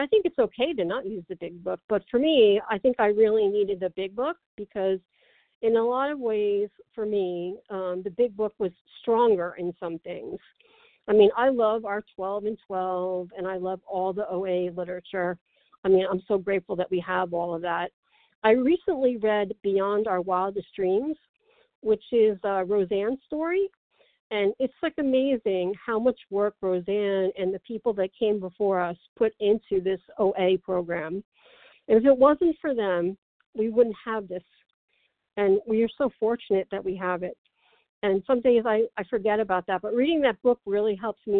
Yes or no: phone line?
yes